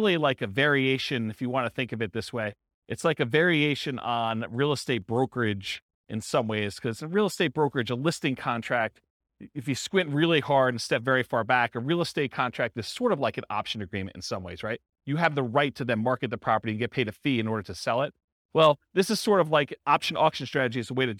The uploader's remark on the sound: This was a live class recorded